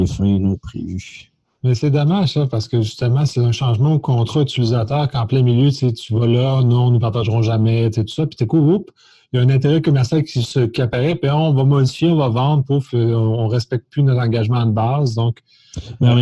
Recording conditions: video call